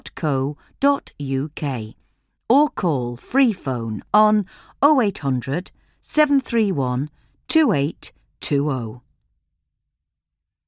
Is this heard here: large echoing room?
no